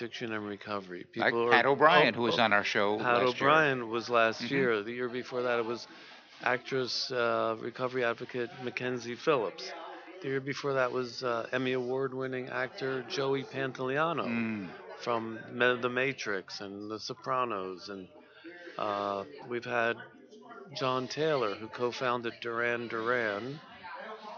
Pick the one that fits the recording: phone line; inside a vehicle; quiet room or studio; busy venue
busy venue